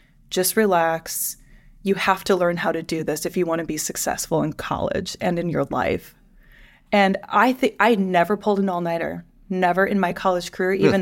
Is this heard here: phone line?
no